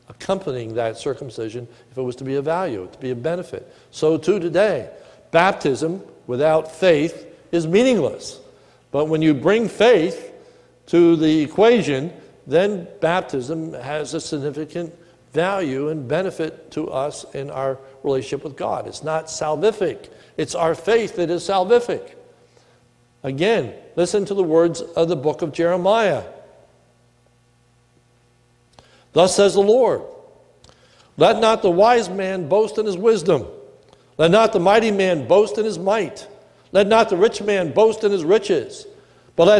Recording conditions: large echoing room